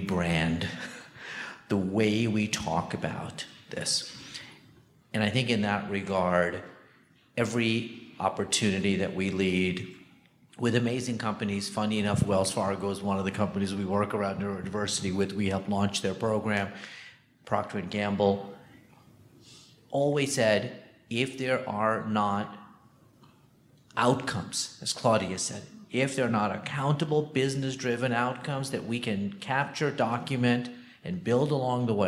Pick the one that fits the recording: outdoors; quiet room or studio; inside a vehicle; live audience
live audience